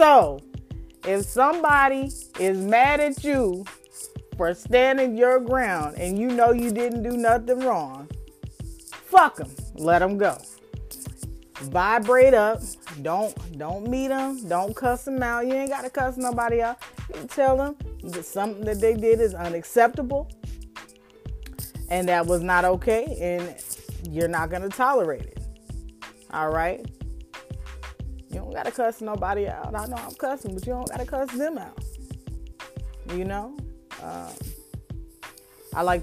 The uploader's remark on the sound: Please excuse scratching the noise in the background.